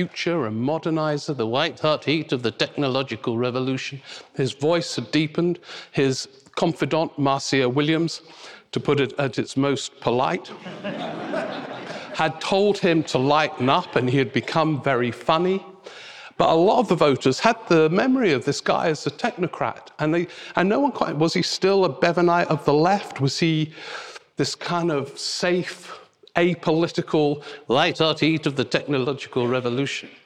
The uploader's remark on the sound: Rock N Roll Politics Live At Kings Place. It was a packed house at Kings Place this December for a live Rock N Roll Politics: The Festive Special.